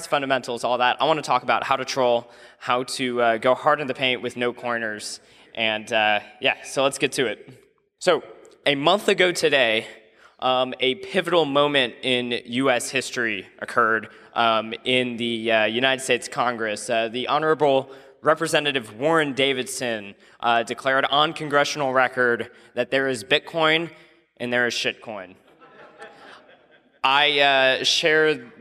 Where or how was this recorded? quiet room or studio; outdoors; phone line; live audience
live audience